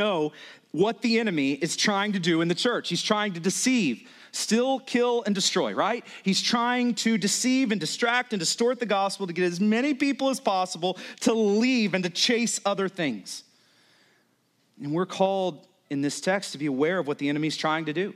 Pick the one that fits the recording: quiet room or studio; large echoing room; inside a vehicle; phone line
large echoing room